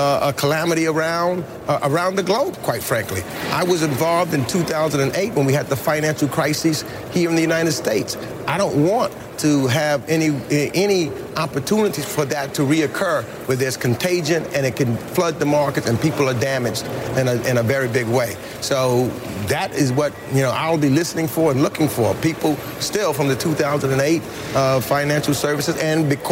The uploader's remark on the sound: live from the New York Stock Exchange